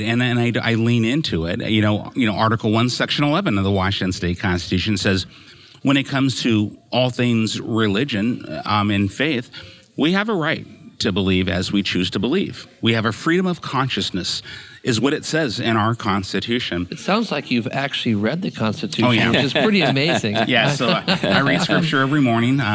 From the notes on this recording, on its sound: they're at one of their favorite places, Old Town Burger in Battle Ground, Washington